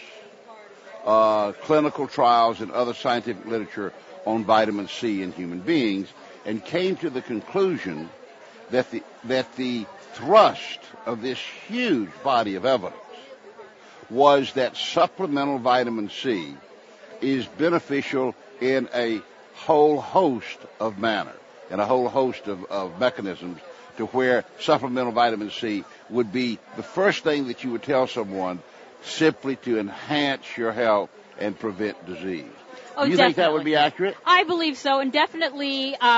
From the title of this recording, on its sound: Live from Expo East in Baltimore, MD